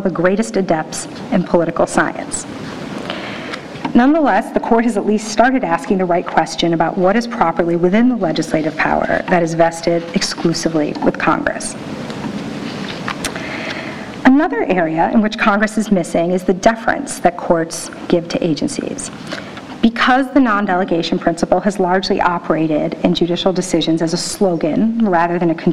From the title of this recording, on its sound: NYU Rule of Law Symposium Keynote Address